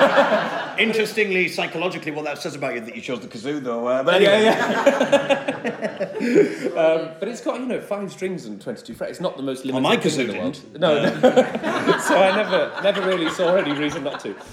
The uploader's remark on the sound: Live From The … Suffolk Weekend 2018